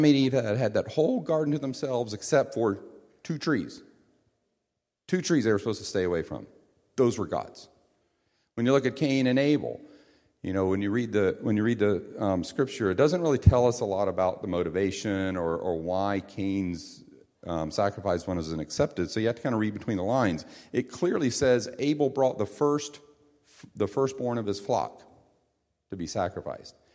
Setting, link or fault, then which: setting, large echoing room